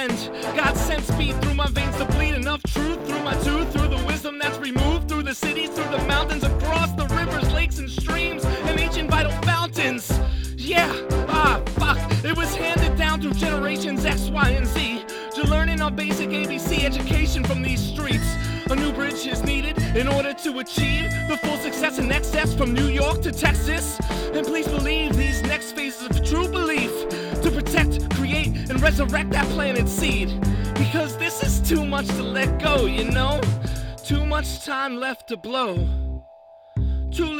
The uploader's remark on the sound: This one was recorded on Whitecap beach the very next morning after Without Girl.